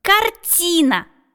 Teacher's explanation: когда мы говорим «картина», мы на звуке «и» голос делаем громче и слог выделяем · Term: Ударение